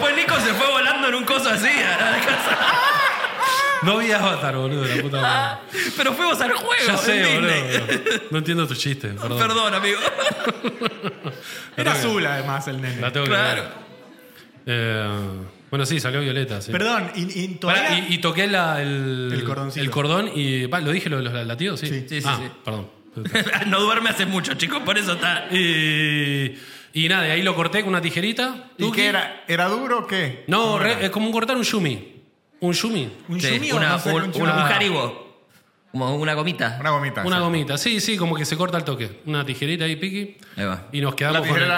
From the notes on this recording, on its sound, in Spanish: Estamos EN VIVO en el TEATRO CHACAREREAN